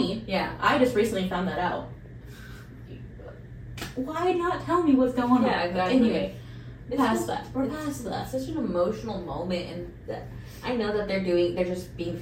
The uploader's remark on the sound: We did have some audio troubles for this episode and apologize for any drop in quality.